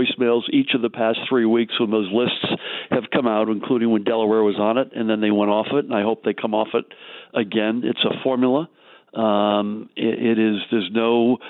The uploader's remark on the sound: called in to KYW Newsradio